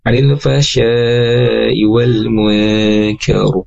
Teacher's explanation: Ro pun sama, nanti ro-nya ditebalkan karena sebelumnya berharakat fathah.